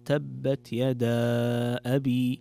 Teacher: بعض الأحكام التجويدية معنا في الآية الأولى في قوله تعالى تبت يدا أبي، هنا مد منفصل، والمد المنفصل يكون مقدار حركتين تقرأ تبت يدا أبي، أو أربع أو خمس حركات تقرأ تبت يدا أبي، تبت يدا أبي لهب وتب.